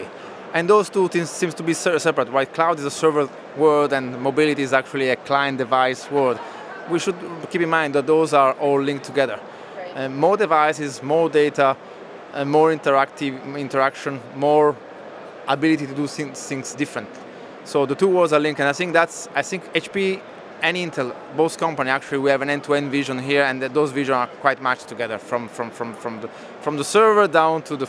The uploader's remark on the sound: Live from HP Discover. In this archive of a livecast from HP Discover.